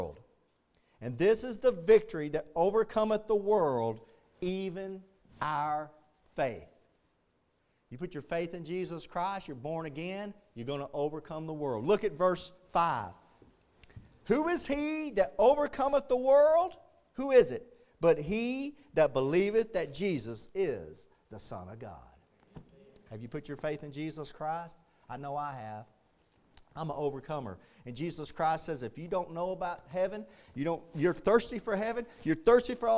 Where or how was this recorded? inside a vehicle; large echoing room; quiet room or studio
large echoing room